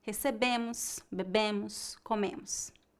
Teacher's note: Note que a sílaba tônica é a penúltima e a pronúncia das letras os no final é bem fraca.